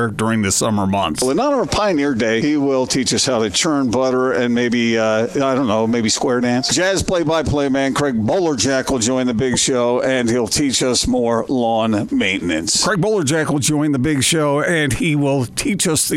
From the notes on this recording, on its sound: Presented LIVE from Bullfrog Spas in Bluffdale.